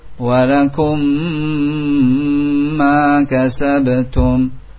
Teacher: tanpa menarik nafas lagi, sambungkan, dengungkan mim sukun setelahnya mim · Term: Idgham mithlaini saghir